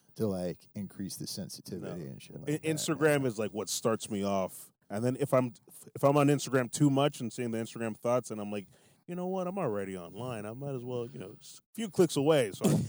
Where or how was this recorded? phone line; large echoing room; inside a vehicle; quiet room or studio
inside a vehicle